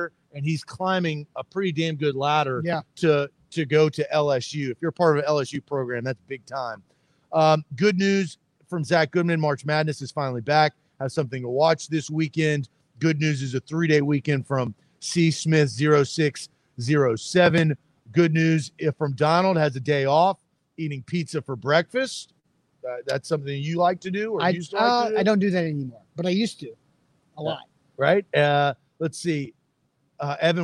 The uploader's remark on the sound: LIVE from Mill Creek Brewing Co.